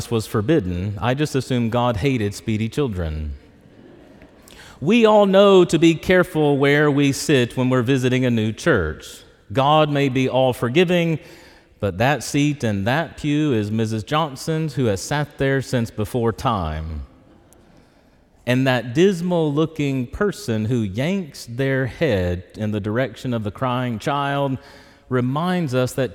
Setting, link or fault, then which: setting, large echoing room